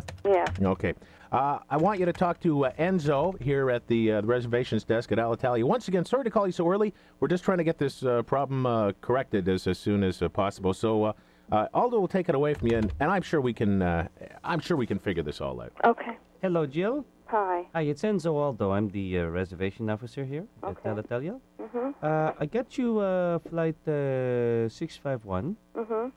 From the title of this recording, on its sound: prank phone call